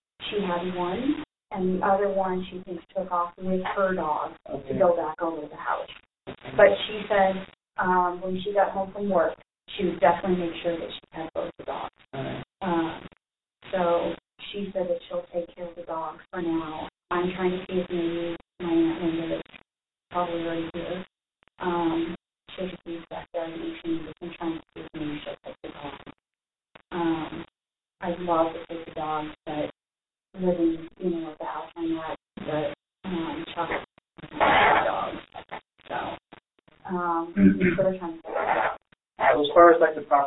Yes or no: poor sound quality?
yes